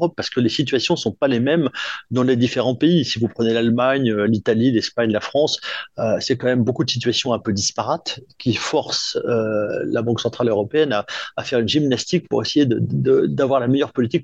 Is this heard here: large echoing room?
no